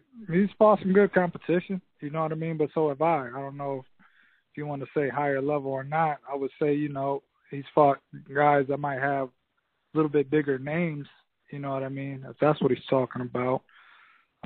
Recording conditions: phone line